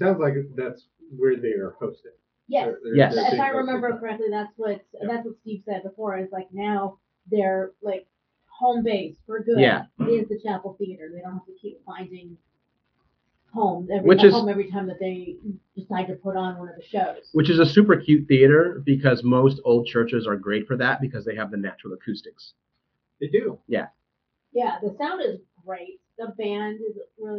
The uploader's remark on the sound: PS - Sorry about the audio.